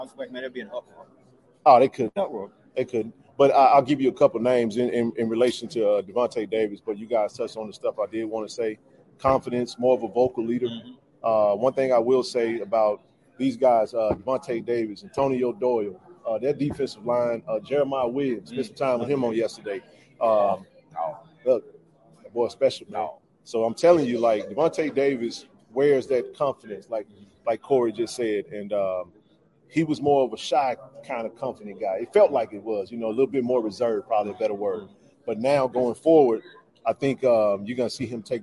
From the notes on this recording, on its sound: Live from SWAC Media Day